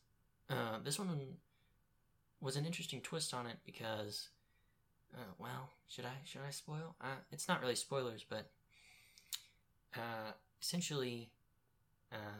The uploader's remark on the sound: Audio is a bit quiet in this trailer episode.